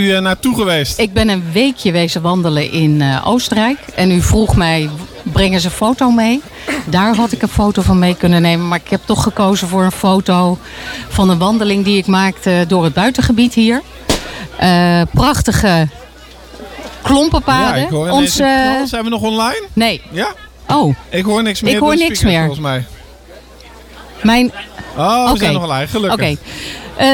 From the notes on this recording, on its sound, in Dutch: Live vanaf de activiteitenmarkt in Houten